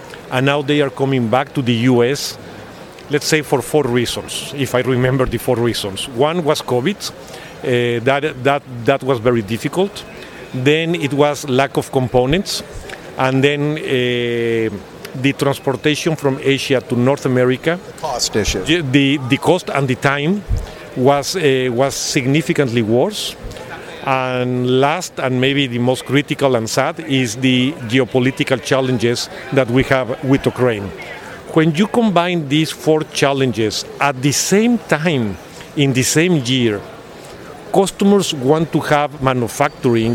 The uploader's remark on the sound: APEX 2023 – EMSNOW & SCOOP On Location